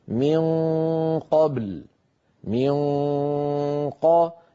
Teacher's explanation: نقول التفخيم يأتي إلى هذا من رجوع لسان المزمار وجعل الحلق مجرا ضيق، فبسبب هذا الضيق يحدث هذا الغلظ في الصوت، هذا التفخيم للصوت. · Term: غنة مغلظة